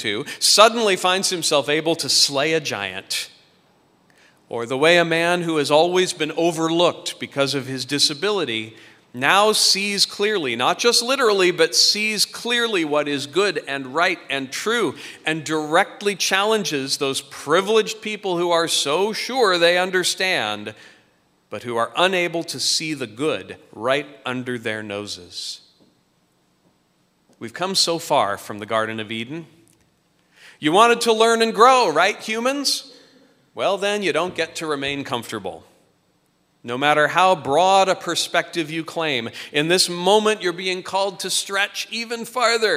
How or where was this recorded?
large echoing room